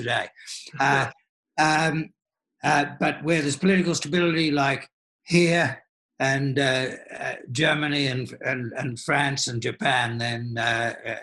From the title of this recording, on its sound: Webinar recording